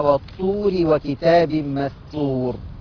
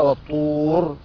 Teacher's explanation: الراء حكمها الترقيق وصلا، لكن لو وقفنا عليها والطور تفخيم